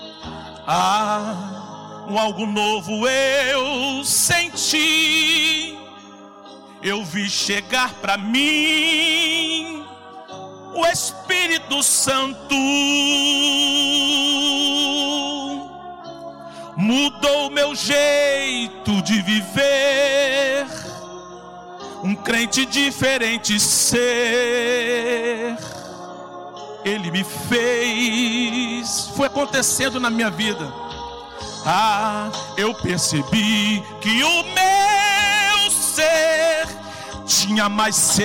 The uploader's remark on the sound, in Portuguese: CULTO AO VIVO